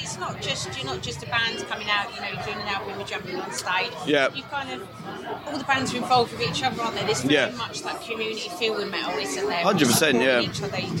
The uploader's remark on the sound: Bloodstock Festival 2023. Chat with us at Bloodstock Festival.